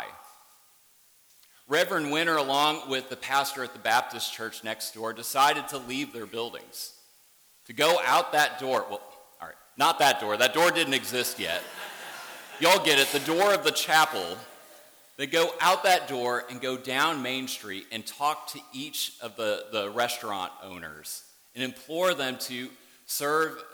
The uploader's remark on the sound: worship service at Warrenton Presbyterian Church